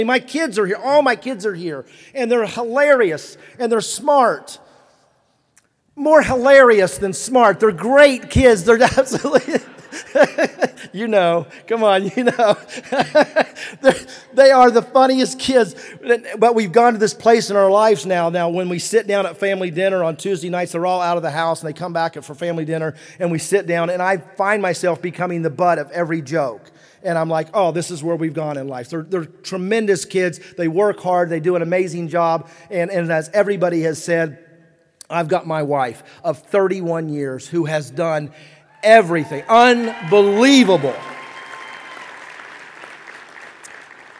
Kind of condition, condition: setting, live audience